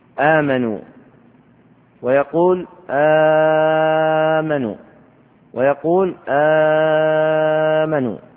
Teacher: ولورش فيها القصر والتوسط والمد، فهي عنده تمد بمقدار حركتين وأربع وست · Term: مد البدل